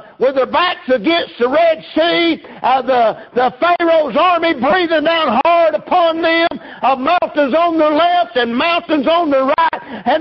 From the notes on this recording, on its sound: Preached at Prayer Baptist Church